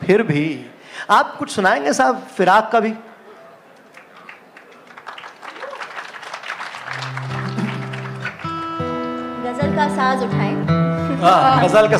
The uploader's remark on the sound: A live session from #JaipurLitFest2020.